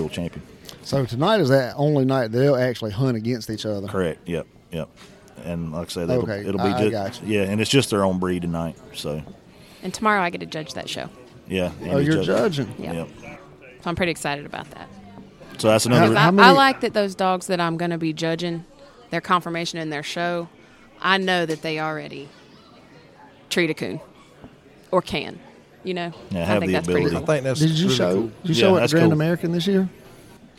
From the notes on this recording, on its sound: Conversations that were recorded live at Autumn Oaks.